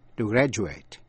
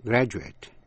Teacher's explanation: Nhớ là âm cuối trong graduate nếu là verb đọc là a, nếu là danh từ đọc là it.